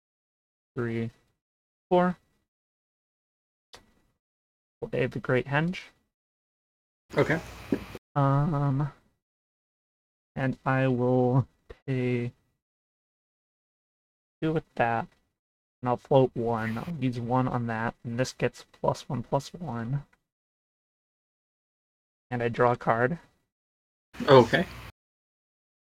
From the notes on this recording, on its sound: Apologies for the low quality, my OBS settings for recording and streaming got jumbled.